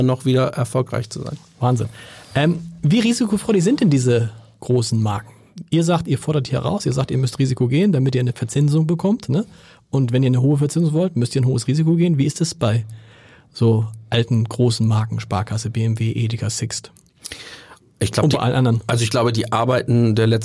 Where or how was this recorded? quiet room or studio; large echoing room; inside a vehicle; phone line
quiet room or studio